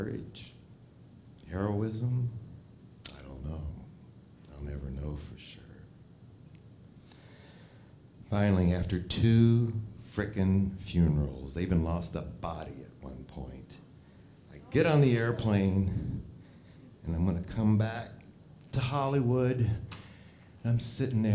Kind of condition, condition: setting, live audience